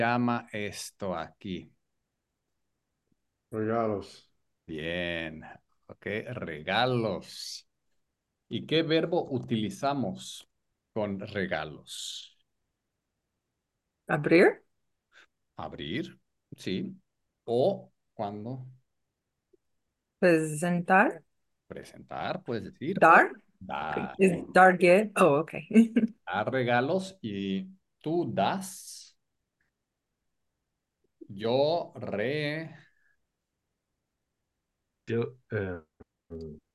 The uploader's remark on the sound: Group Class on Zoom